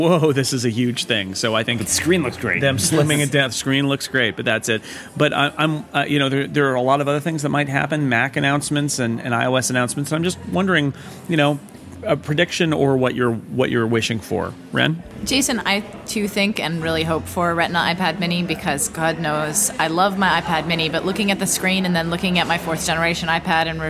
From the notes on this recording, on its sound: This week we're live in Montreal, Canada for the Cingleton conference!